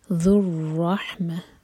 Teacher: ذال کے لیے ہماری زبان اوپر والے دانت پر ٹچ کرے گی اور تھوڑی سی ٹپ باہر ہوگی. ذو الرحمہ را ہیوی، اور رح یہ حلق سے نکلے گا اور این میں جو ہے وہ سینے سے.